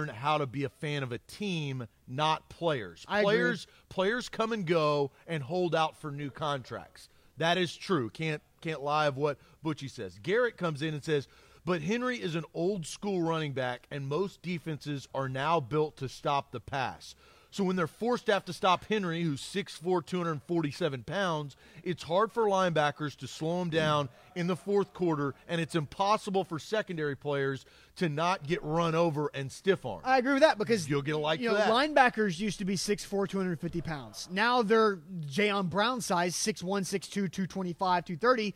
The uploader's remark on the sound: LIVE from Nash House Southern Spoon & Saloon